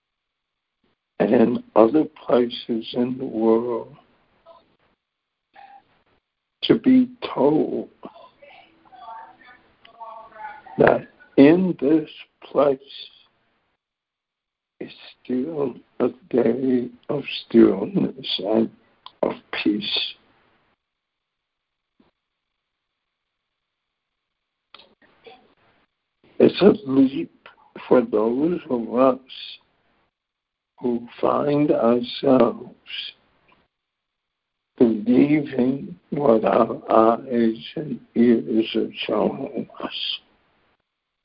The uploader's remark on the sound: ACIM Daily Conference Call